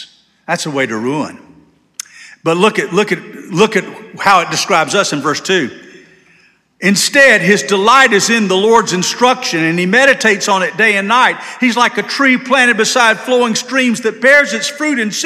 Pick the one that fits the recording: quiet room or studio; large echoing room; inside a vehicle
large echoing room